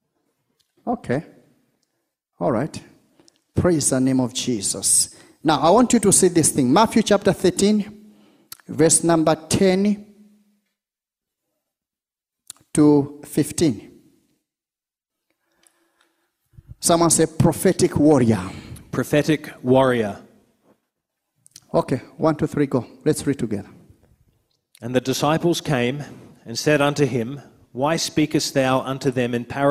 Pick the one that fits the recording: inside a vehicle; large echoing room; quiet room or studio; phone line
large echoing room